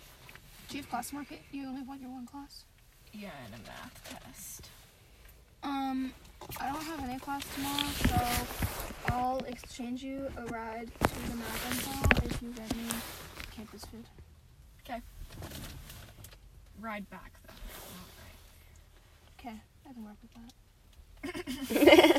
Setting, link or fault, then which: setting, inside a vehicle